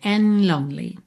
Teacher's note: O dedo and é que a gente não ouve mesmo, sadden lonely, and lonely. Você já tá com a língua no céu da boca pro N, N, e já sai dali pro L